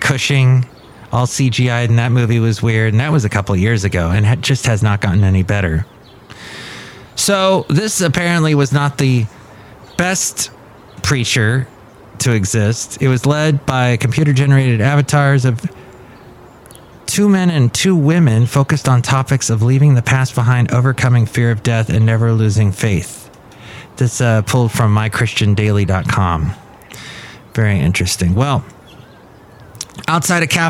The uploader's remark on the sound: Podcasts live from Café Anyway.